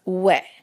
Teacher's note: होंठों को गोल किए और छोटी सी आवाज़ वह, बस इसे लंबा नहीं होने देना